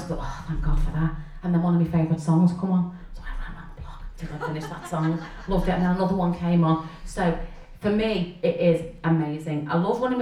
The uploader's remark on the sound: The Proper Mental Live Show was recorded in front of an audience. To chat to on stage!